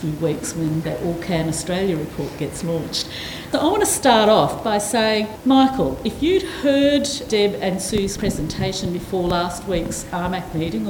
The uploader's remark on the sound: a live recording of a panel discussion from the launch of the Australian Centre for Value-Based Health Care on the 11th June 2019 in Melbourne